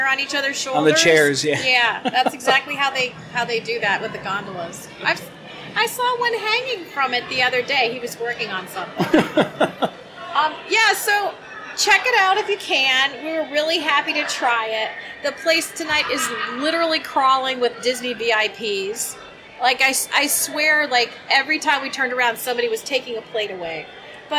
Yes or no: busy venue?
yes